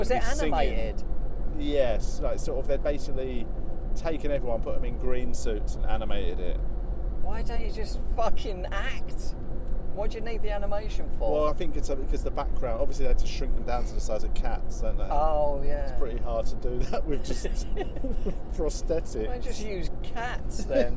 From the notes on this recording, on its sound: A special episode recorded on the M4 motorway. On the way back from gigs.